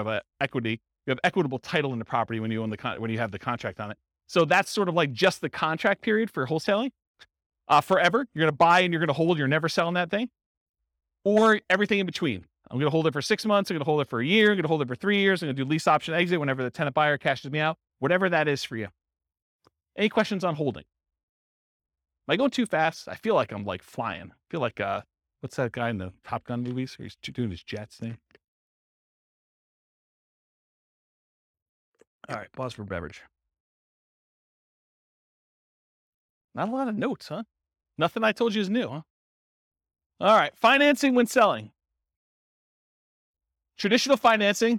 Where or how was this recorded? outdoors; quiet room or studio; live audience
live audience